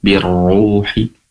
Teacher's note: Birruhi tentunya roknya bertasydid sekaligus juga dhammah, tentunya dibaca tebal, birruhi. Ru mat tabi'i, hinya pendek.